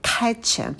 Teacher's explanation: В слове catch добавляете придыхание на к, потом звук лягушка, очень открытый